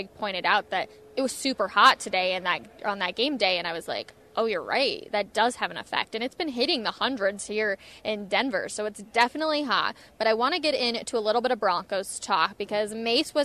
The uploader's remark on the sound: Live from the NHL Stanley Cup Final Media Day! The crew is live from Ball Arena ahead of the NHL Stanley Cup Final Media Day.